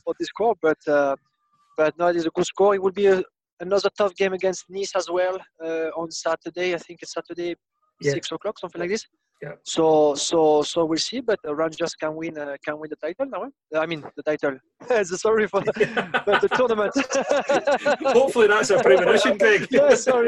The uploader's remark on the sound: Live from his friends Car